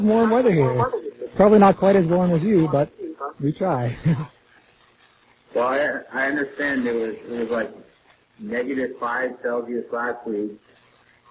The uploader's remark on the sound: Due to technical difficulties, there are audio distortions and a slightly early ending. Audio quality will improve eventually!